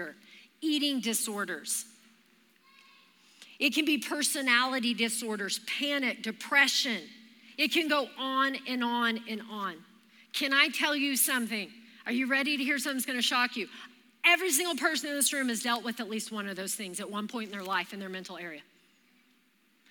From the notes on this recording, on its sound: Recorded live during our Wednesday night service